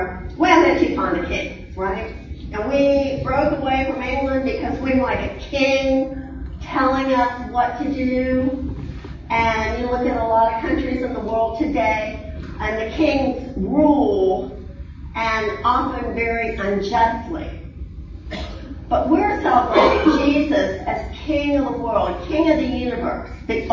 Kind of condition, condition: setting, large echoing room